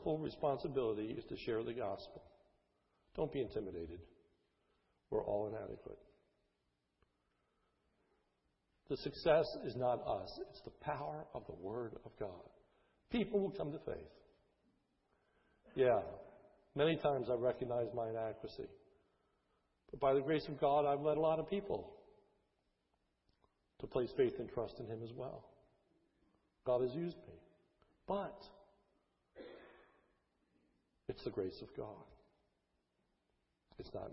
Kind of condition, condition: setting, large echoing room